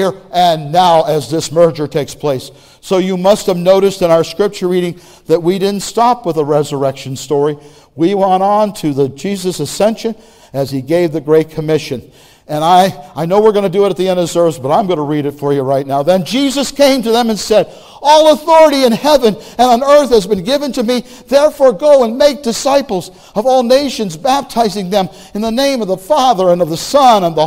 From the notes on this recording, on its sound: Message Preached at Valley Creek Church